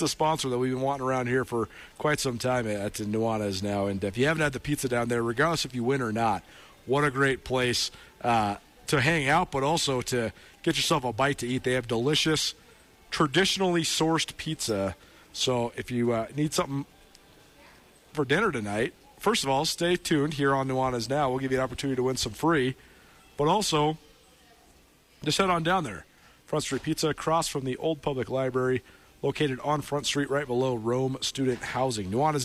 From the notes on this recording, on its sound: live from Gray Wolf Peak Casino